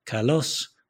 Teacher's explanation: the voice went up within the compass of a musical interval of a fifth. So, ba-bum, that's a fifth. · Term: acute accent